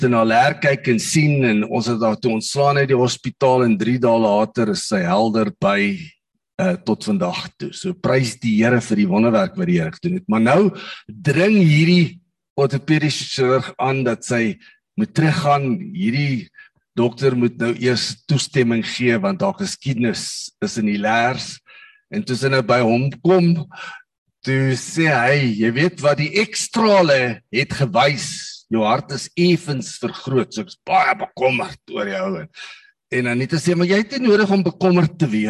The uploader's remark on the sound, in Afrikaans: Manne van die Woord Zoom Byeenkoms